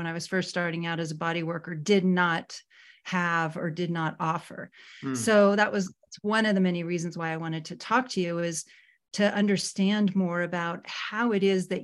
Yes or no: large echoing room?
no